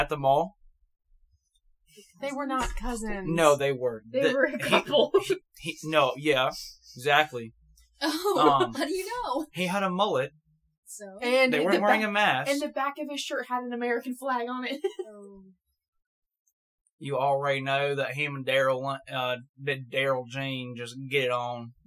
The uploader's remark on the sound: SOrRy(for the audio), oNLy oNe MiC.